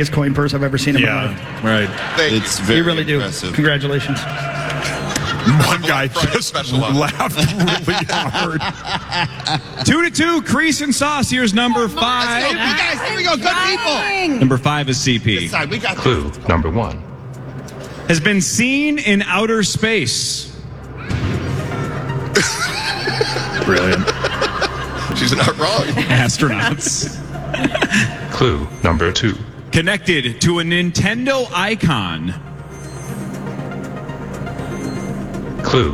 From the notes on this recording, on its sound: Initials Game 491 goes down LIVE at Mall of America.